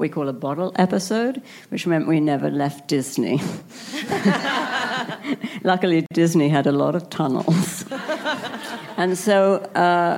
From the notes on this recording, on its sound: Recorded at ATX Television Festival